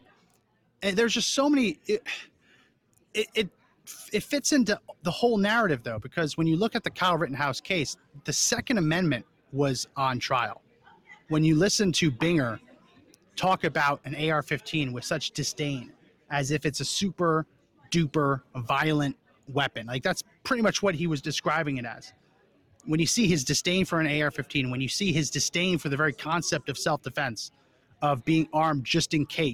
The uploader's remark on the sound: Live From The Reawaken America Tour in San Antonio, TX!